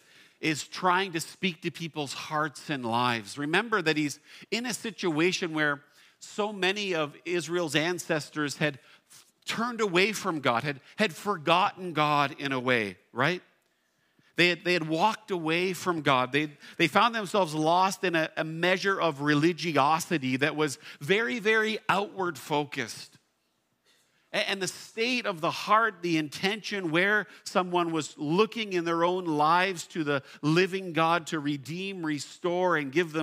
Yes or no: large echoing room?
yes